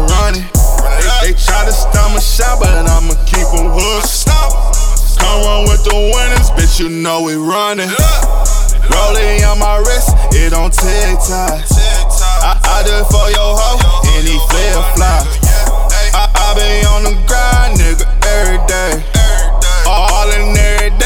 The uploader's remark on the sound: The Nerve DJs 13th Anniversary LIVE from the City Of Champions CLEVELAND October 15.